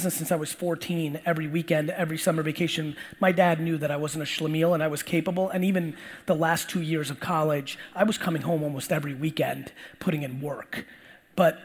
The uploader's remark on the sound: Today's episode is a throwback keynote! I use the majority of the time to provide the audience as much value as possible with a 50 minute Q&A around business strategy in 2020.